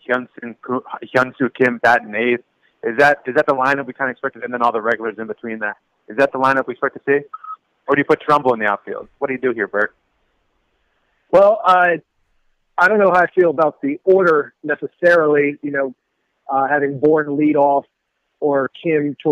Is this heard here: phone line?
yes